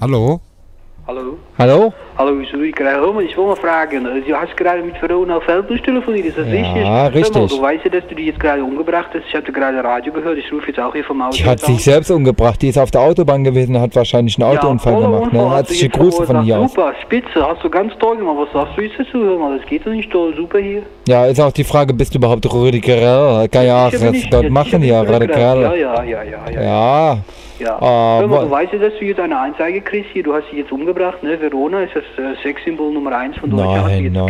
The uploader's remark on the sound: Am Telefon - Die verrückte Call In Show.